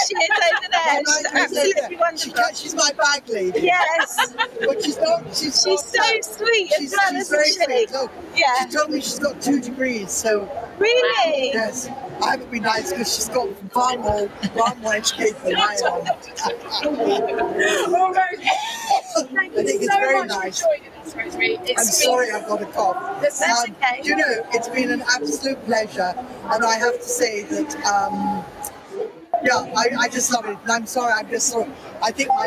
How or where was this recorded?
busy venue